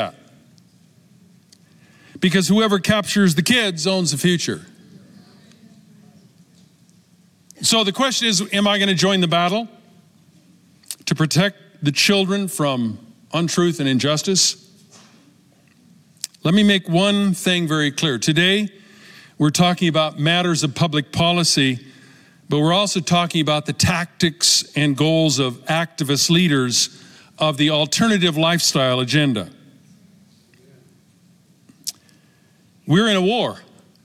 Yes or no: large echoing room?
yes